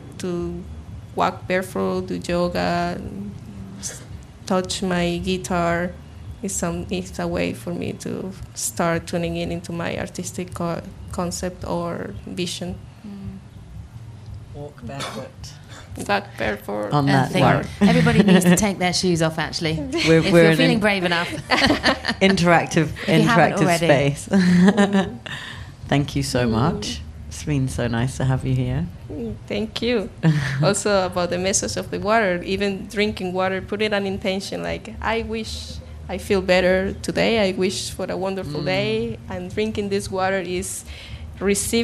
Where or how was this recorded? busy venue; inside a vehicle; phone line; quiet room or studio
busy venue